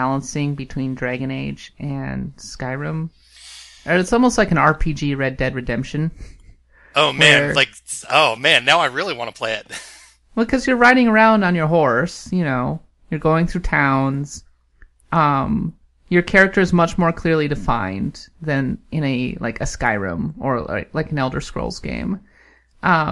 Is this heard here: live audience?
no